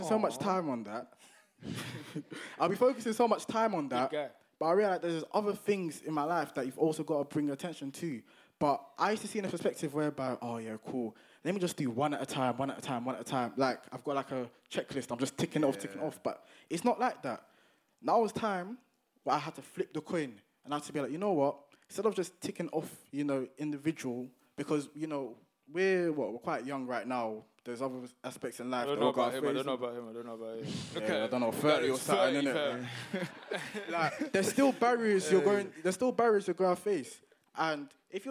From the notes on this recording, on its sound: this episode is the footage from our very first live show!